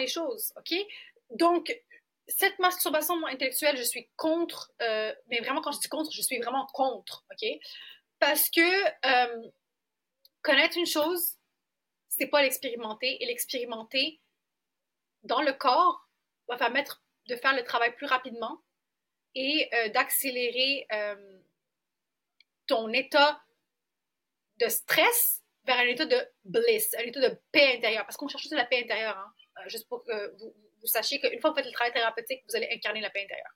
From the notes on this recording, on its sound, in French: Désolée pour le son.